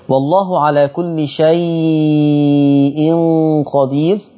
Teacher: مد لين مهموز لورش عن نافع التوسط والإشباع